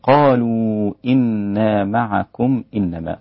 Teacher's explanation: معكم ميم الجمع بعدها الهمزة يضم ميم الجمع بالإشباع ست حركات